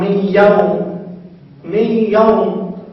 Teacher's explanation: أدغمت بالياء، يعني أبدلت ياء وأدغمت بالياء، يعني من يوم، لكن الغنة تبقى